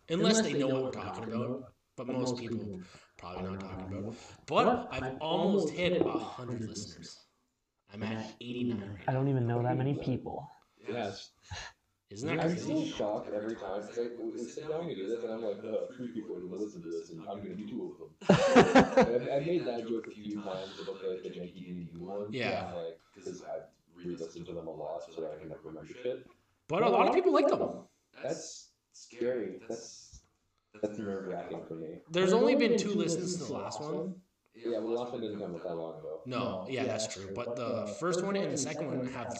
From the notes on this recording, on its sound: My apologies if I sound like a robot, still working out some kinks.